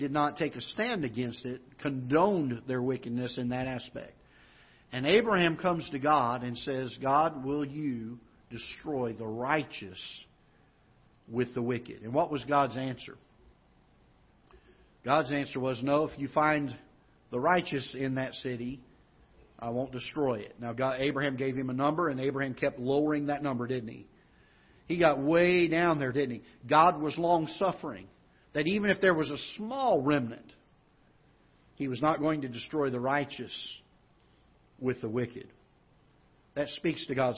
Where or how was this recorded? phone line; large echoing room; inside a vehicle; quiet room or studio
large echoing room